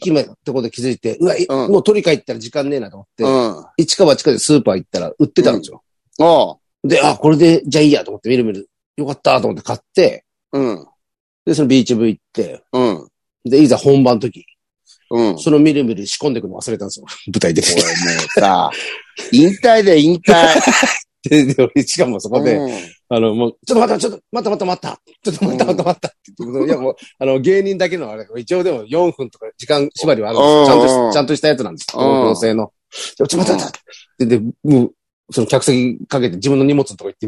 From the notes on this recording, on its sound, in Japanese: ZOOMで収録